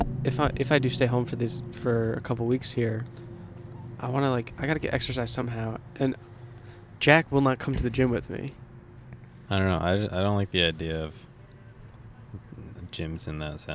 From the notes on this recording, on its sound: LIVE FROM ABODE/BINGHAMTON, NY. Record live from the Abode and road trip to Binghamton, New York.